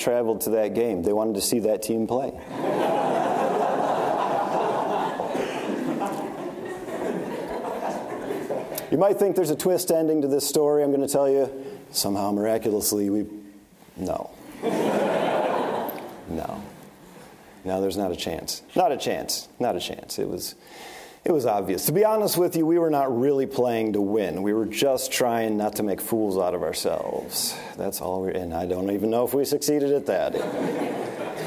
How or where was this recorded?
large echoing room